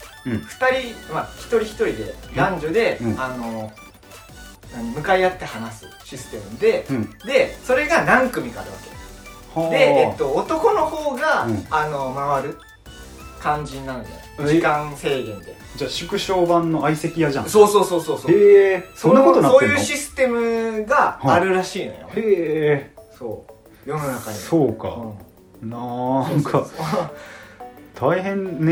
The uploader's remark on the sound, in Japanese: 収録環境が悪く、少々空気音が聞こえますがご了承ください